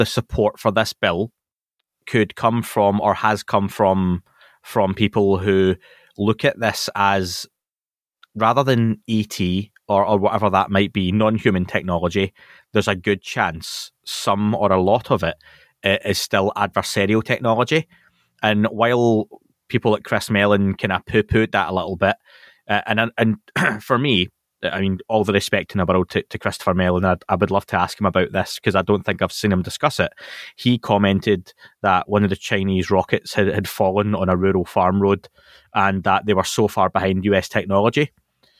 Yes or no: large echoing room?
no